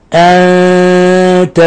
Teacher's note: أن تبتغوا فيلصق لسانه في أصول الثنايا العليا، هذا خطأ لأن الإخفاء لا تشديد فيه، وإنما أنت بتغو يجافي بين طرف لسانه وأصول الثنايا العليا مع بقاء الغنة من الخشوم · Term: إخفاء حقيقي